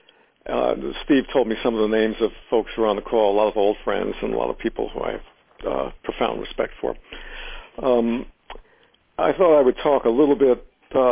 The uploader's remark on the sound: In this brief excerpt from the teleconference